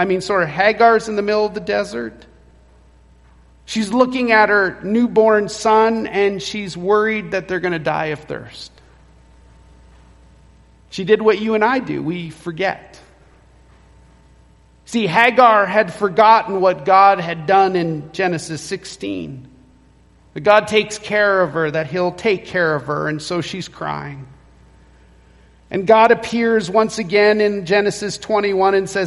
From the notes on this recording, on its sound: Recorded at Renfrew Baptist Church, Calgary